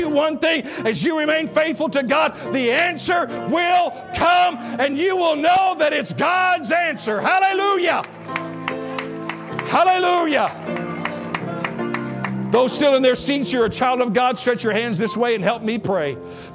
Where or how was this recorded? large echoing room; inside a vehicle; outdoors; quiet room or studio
large echoing room